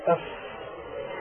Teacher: المخرج الرابع عشر بطن الشفة السفلى مع أطراف الثنايا العليا، ويخرج منه الفاء